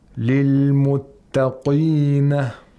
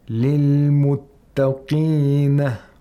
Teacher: You should not give too much tafkhim to the qaf. · Shown in: second take